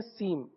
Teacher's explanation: سین میم نہیں پڑھیں گے، یعنی سین کے آخر میں جو نون کی آواز ہے وہ نہیں آئے گی، بلکہ سیم پڑھیں گے